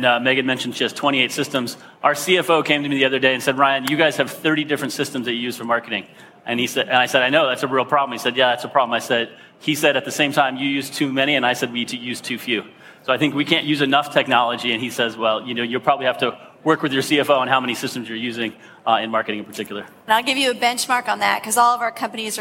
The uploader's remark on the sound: Live from SaaStock18